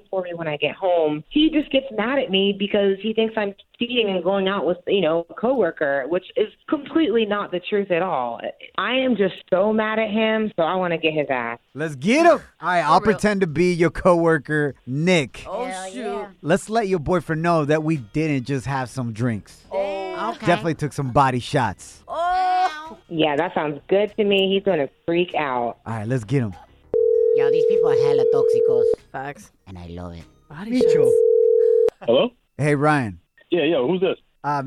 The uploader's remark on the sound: We opened up the phone lines and asked the listeners what their most embarrassing moment in school was.